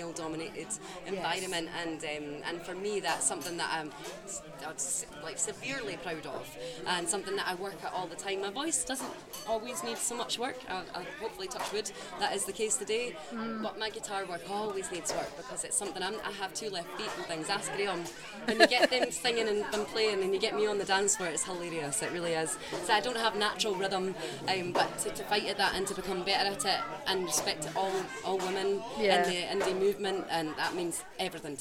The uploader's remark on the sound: Special on location episode recorded at the "Yes in the Community" event. With a selection of interviews from the event.